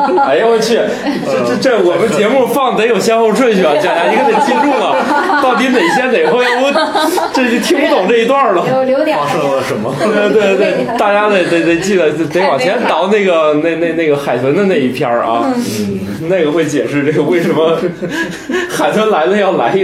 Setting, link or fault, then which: fault, poor microphone